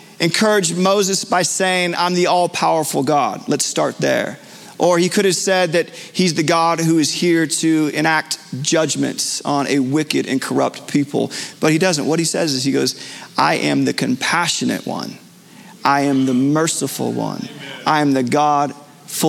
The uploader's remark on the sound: Recorded Live at Capital Church in Meridian, Idaho